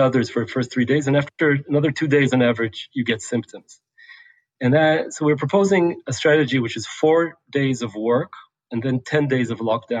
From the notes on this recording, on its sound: This virtual conversation.